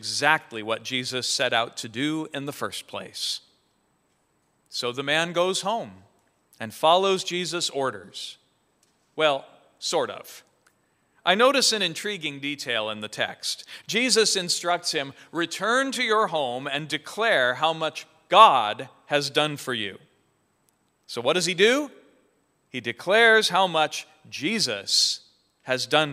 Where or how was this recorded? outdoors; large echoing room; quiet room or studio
large echoing room